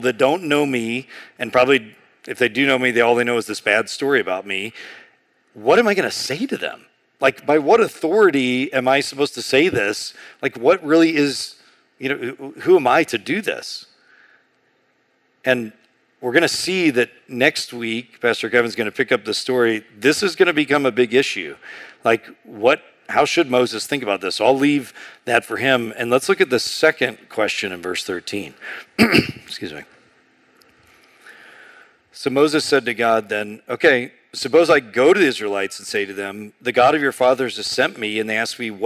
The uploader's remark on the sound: A sermon on Exodus 3:1-14 preached in June 2023 at Sojourn East